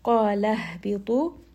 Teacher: هَا here is going to be from the middle of the throat. قَالَ اهْبِطُوا، it also has humps, طَا is going to be heavy.